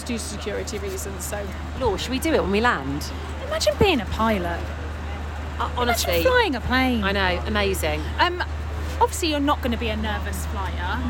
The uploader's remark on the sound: Pod on a plane. We recorded our pod up in the sky on the TUI flight to Palma, Majorca!